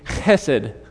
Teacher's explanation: It's kind of guttural. It starts here in the bottom of the throat.